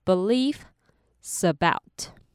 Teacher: 可以合并的部分有 belief 后面的 s 和 about 接起来变成 beliefsabout